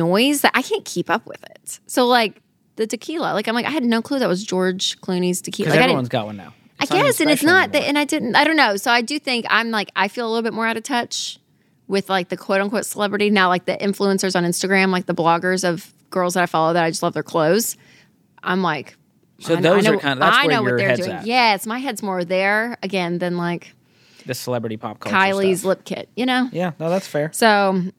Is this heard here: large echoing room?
no